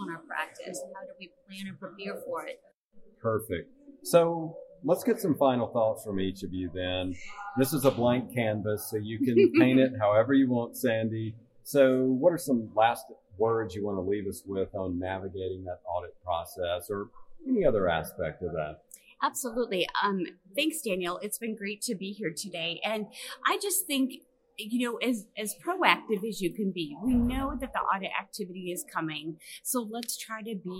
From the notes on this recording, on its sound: MGMA caught up with the duo at the Medical Practice Excellence: Financial and Operations Conference in Orlando.